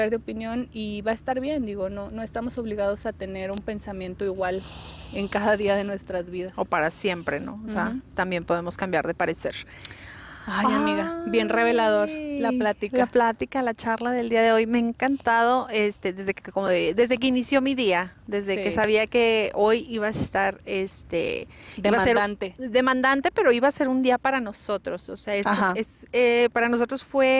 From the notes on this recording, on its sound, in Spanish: En este capítulo grabamos al aire libre en medio de una vibra super positiva, después de una práctica de yoga y un baño de gong.